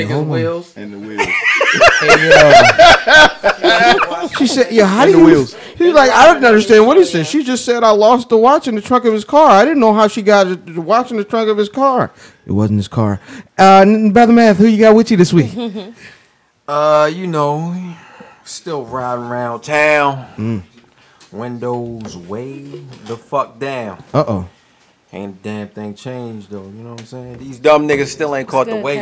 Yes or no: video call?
no